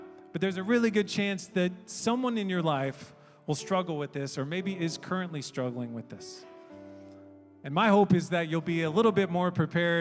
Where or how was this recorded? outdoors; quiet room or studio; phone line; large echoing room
large echoing room